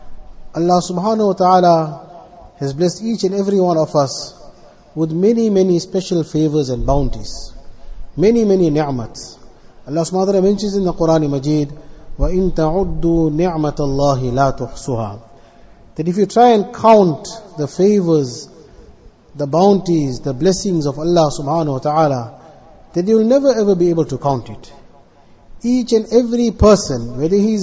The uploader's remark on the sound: Jumuah lecture at Avondale Musalla 20 Jan 2023